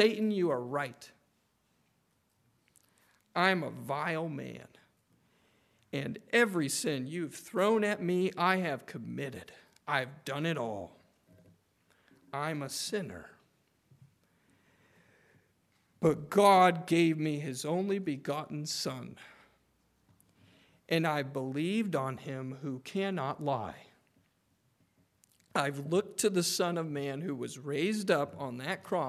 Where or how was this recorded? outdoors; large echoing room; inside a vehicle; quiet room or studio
large echoing room